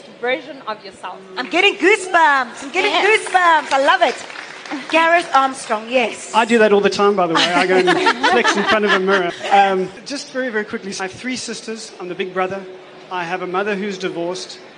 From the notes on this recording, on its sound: during this #FutureCEOs LeaderEx panel discussion